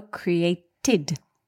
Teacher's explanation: The last sound in the verb create is T, a dental consonant. So created.